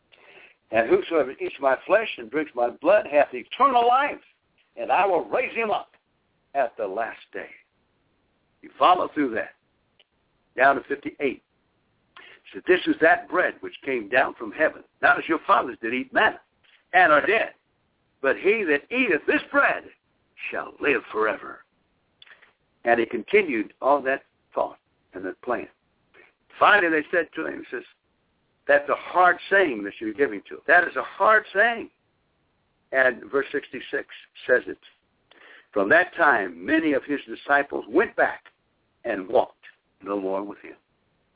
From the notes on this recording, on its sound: via conference call